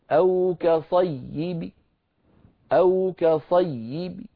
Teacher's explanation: نحذف التنوين وتبقى الباء مكسورة فننطقها بصوت ضعيف هكذا، أو كصيب، أو كصيب طبعا ما في قلقلة، لماذا؟ لأن · Term: الوقف بالروم